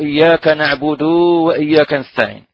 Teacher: هناك من يمد الدال ظن منه أن الواو التي بعدها هي يعني لنعبد